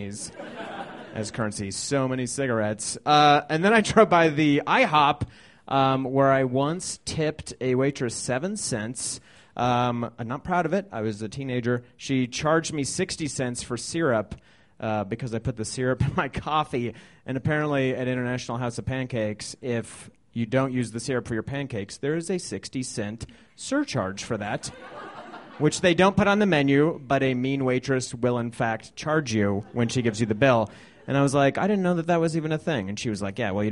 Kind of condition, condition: setting, live audience